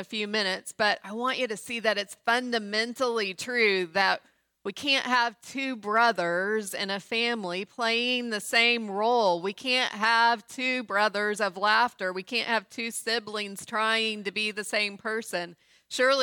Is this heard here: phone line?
no